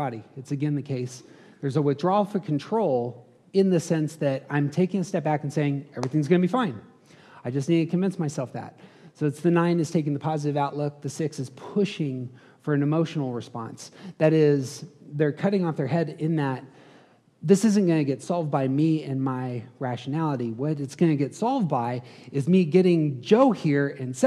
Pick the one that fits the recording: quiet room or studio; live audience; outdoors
live audience